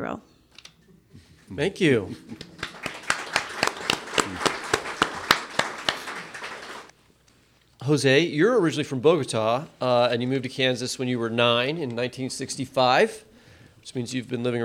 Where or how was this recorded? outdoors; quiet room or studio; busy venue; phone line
busy venue